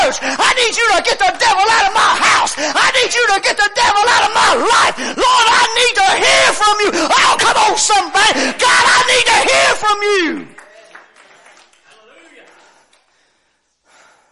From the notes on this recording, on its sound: WELCOME TO OUR LIVE SERVICE. Preaching at Family Worship Center in Athens Tennessee. We own a CCLI license CSPL080184 to stream our music live over the internet.